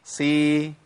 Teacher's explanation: صي، بعدت الفكين عن بعض، لغيت الإطباق وعملت إيه؟ انفتاح